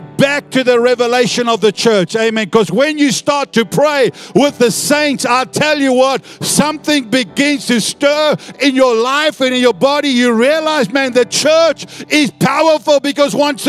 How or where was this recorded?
large echoing room